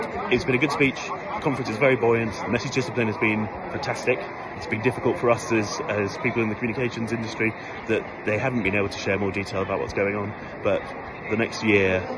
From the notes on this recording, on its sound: This episode is the final part of our on-location special dispatches from the party conferences. While in Liverpool for the Labour Party Conference.